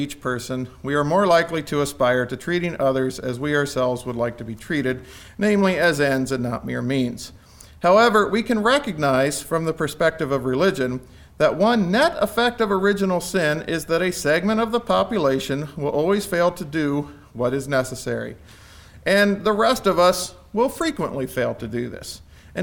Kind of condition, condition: setting, large echoing room